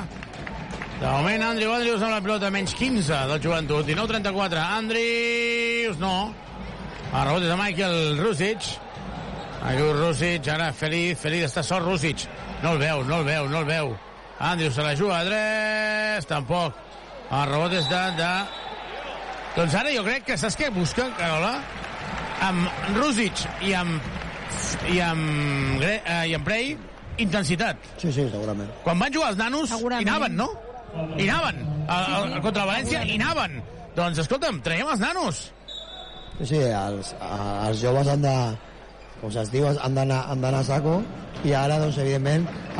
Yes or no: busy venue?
yes